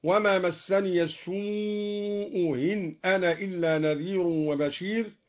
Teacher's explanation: قرأ الدوري بتسهيل الهمزة الثانية أو إبدالها واوا هكذا: وما مسني السوء إن أنا إلا نذير وبشير.